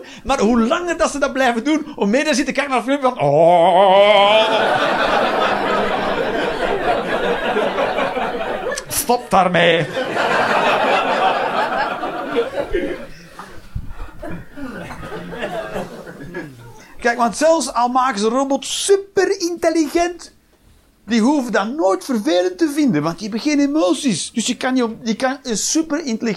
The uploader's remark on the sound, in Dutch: Live 17 Mei 2023, The Joker, Antwerpen